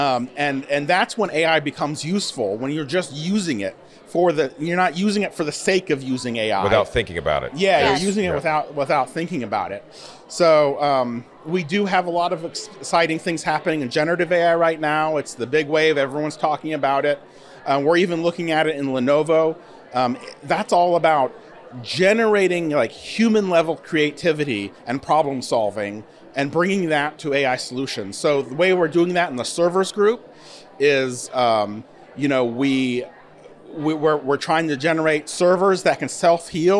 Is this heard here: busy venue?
yes